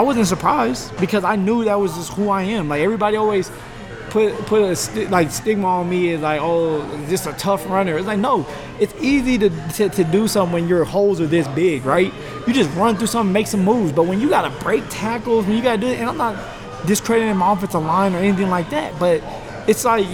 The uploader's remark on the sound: The show was recorded at GQue BBQ, which has five locations in the Denver area.